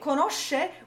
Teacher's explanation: we double the S, that squiggly S sound, we double the sh sound, even though it's only two letters.